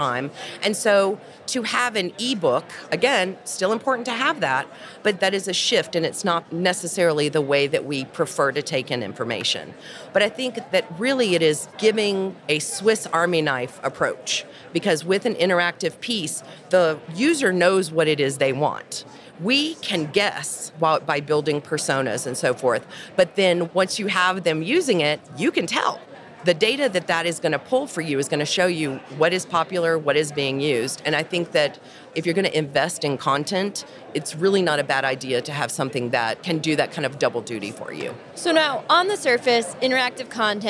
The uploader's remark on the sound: On the show floor at B2BMX this past February